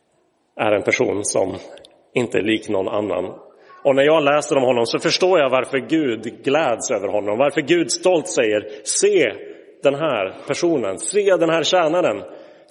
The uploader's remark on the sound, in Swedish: Inspelad i Roseniuskyrkan den 7 januari 2023.